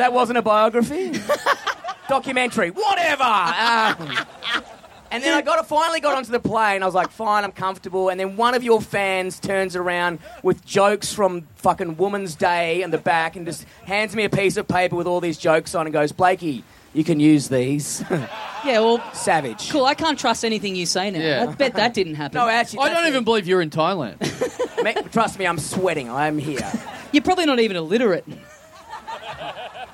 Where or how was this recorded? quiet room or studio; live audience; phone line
live audience